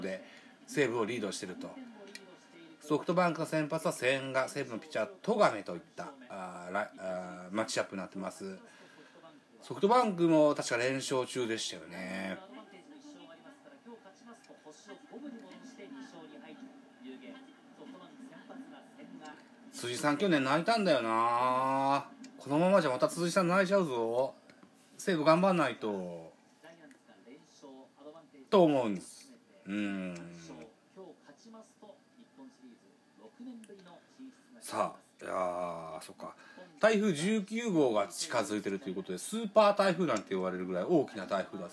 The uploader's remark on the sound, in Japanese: 東京ドーム。IPad収録版。